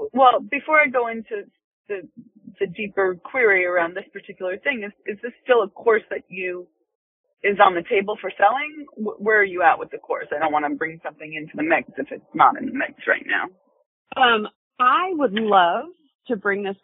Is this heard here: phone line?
yes